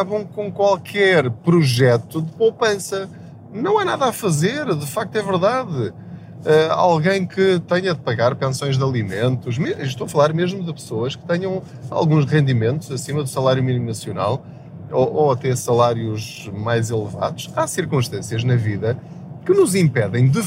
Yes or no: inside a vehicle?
yes